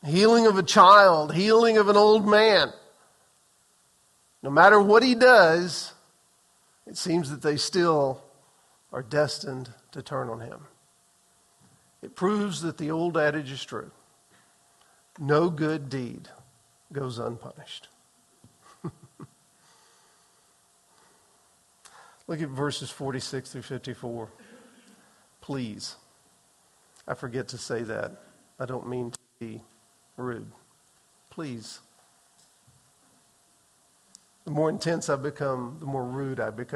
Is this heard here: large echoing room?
yes